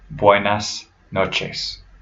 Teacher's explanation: be careful with those S's because you don't want them to become a Z, which is a very typical thing for English speakers when they pronounce words in Spanish. · Term: S sound